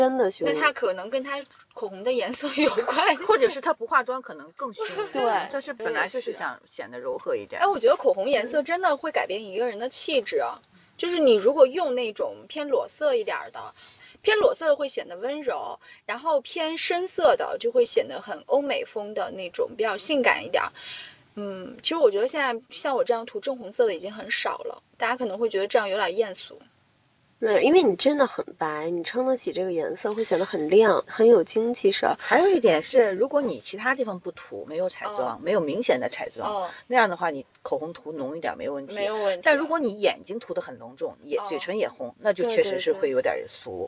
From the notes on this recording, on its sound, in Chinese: 具体场景是：地下车库，车里。录音笔在中间。的羽绒服一直在沙沙作响。